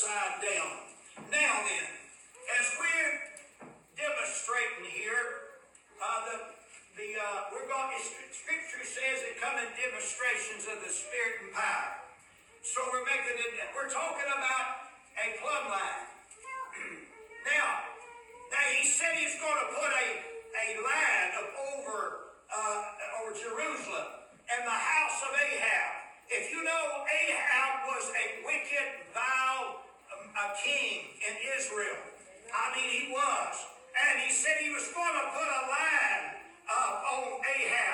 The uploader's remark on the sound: Recorded live Oct.15th, 2023.